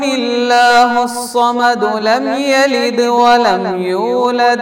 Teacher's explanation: പക്ഷേ രണ്ടാമത്തെ ആയത്തിൽ അള്ളാഹു സമദു ദാലിന് ദമ്മാണ്. അപ്പോൾ ചേർത്തി ഓതുമ്പോൾ അള്ളാഹു സമദു ലം യലിദ് എന്ന് ദാലിന് ദമ്മോട് കൂടിയാണ് ചേർത്തോതേണ്ടത്. വഖഫ് ചെയ്യുമ്പോൾ സ്വാഭാവികമായിട്ടും ആയത്തിൻ്റെ അവസാനത്തിൽ എവിടെയാണോ വഖഫ് ചെയ്യുന്നത് ആ വഖഫ് ചെയ്യുന്ന അക്ഷരത്തിന് സുക്കൂനായിരിക്കണം എന്നത് നിയമമാണ്.